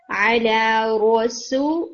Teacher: رو کے لیے ہیوینس اور کریں اور سین کو اور لائٹ رکھیں